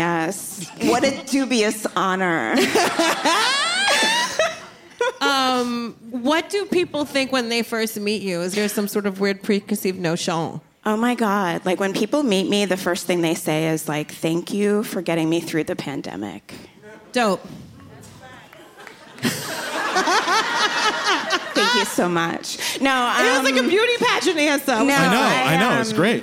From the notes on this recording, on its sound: In this live episode of Adulting